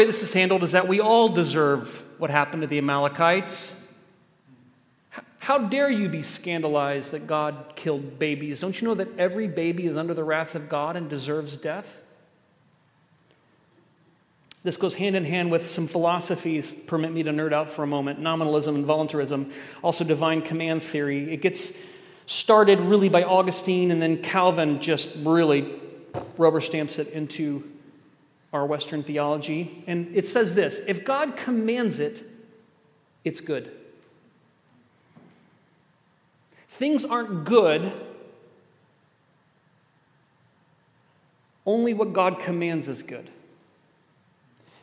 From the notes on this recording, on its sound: at The Table worship gathering on Sunday, August 6th.